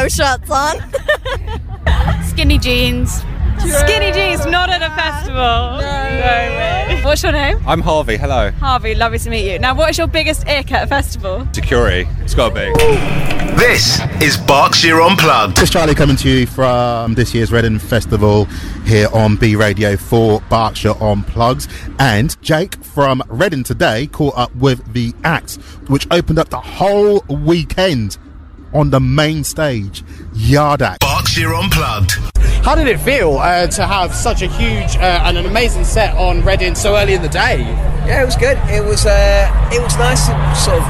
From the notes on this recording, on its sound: recorded at this year's Reading Festival